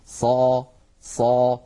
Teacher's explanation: بالنسبة للاستعلاء والاستفال هي صفة هي حرف مستعل لأنها من حروف خص ضغط قض، فالصاد فيها صفة الاستعلاء، والذي يترتب على ذلك هو التفخيم، فالتفخيم ناتج من نواتج الاستعلاء. ص ص نجد بأن صوت الصاد يتصعد إلى أعلى الفم لأن هذا هو الاستعلاء. الاستعلاء هو تصعد الصوت إلى الحنك الأعلى عند النطق بالحرف المستعلي.